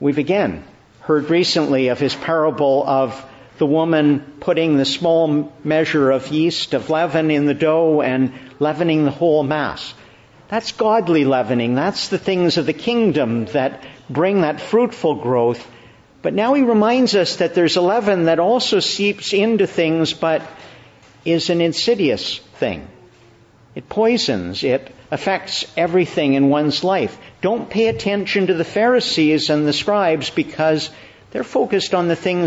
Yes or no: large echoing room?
yes